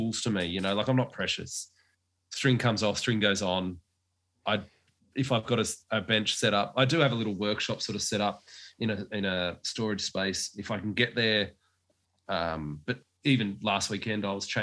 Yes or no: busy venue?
no